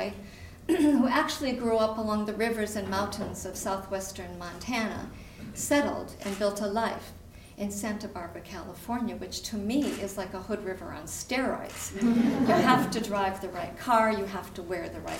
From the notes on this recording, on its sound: on stage at the Columbia Center for the Arts for live storytelling with Portland Story Theater